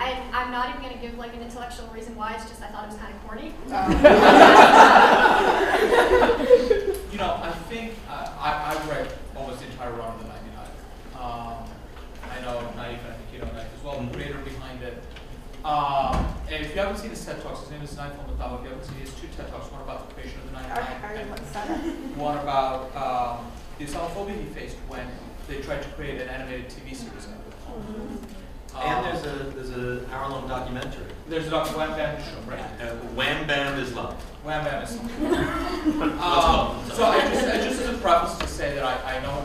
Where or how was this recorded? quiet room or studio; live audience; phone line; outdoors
live audience